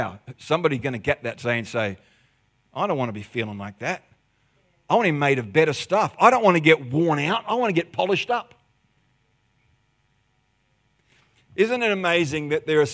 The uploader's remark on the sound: The live stream of Destiny Church Atherton.